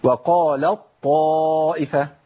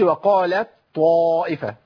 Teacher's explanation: التاء عندي بتذهب بالكليه وتفضل بطاء · Shown in: first take · Term: ادغام كامل